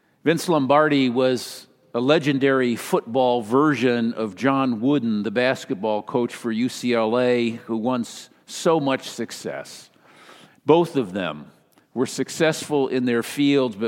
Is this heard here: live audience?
yes